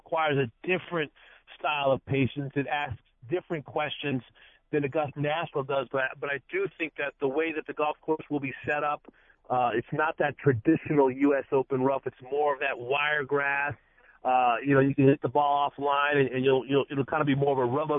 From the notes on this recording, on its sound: Are in the studio. Calls in from Hilton Head.